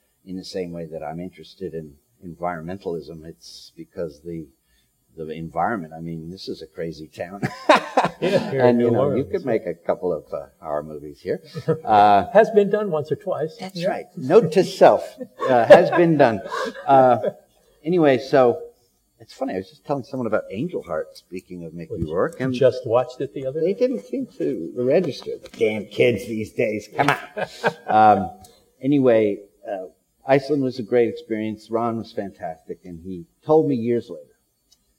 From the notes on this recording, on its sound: LIVE From The 2019 Overlook Film Festival. Recorded LIVE from The Overlook Film Festival.